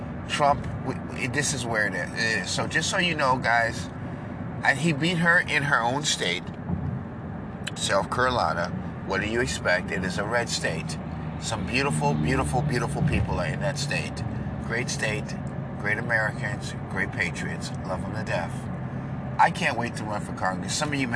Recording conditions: outdoors